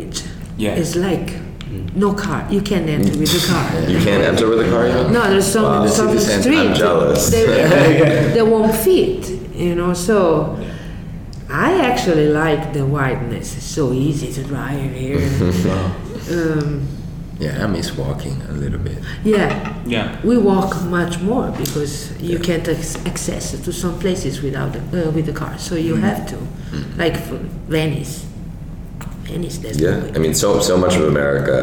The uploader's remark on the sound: Performed live at the 2023 Hyde Park Jazz Festival. This interview was recorded at the Study at University of Chicago.